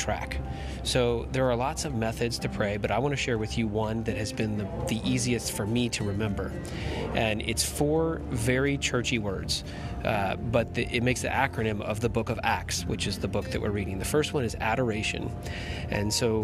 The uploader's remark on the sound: sorry for the background noise - I was in an airport